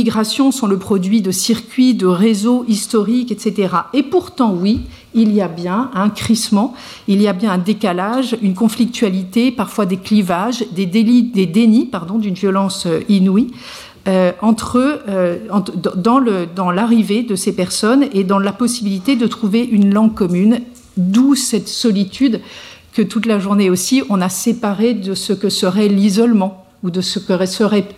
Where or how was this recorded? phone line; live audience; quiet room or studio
live audience